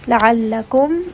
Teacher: Ayn here is going to be from the middle of the throat, so make sure that you do give it a little bit of that constriction. La'allakum, meem here has tawassut.